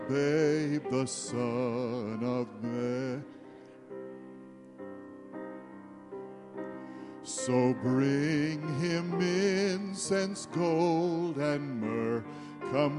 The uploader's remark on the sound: Christmas Eve Candlelight Service